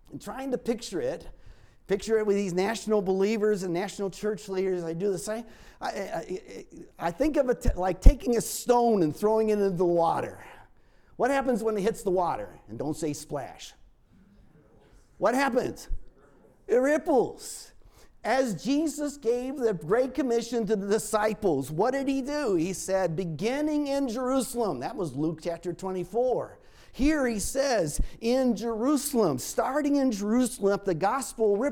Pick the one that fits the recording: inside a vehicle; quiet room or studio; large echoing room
large echoing room